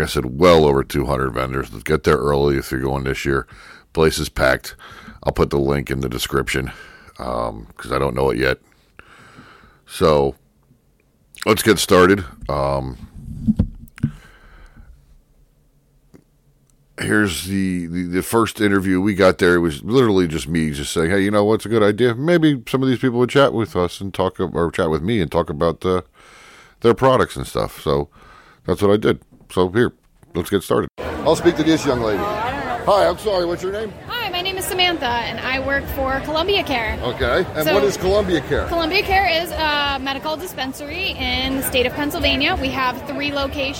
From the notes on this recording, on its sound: interviews with various vendors at the Cannabis Festival in April 2022 in Kutztown, Pennsylvania